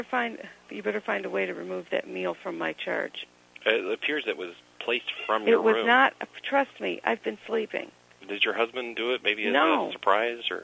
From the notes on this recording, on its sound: Prank Phone Calls